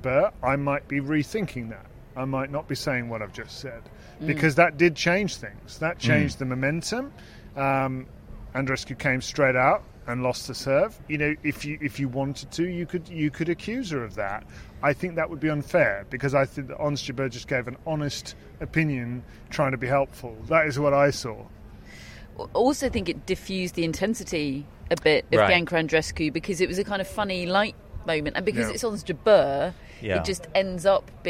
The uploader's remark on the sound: Live from Wimbledon